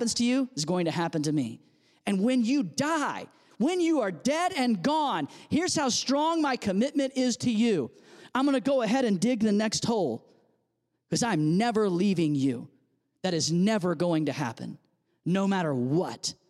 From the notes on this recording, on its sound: audio from New City Church in Champaign-Urbana, IL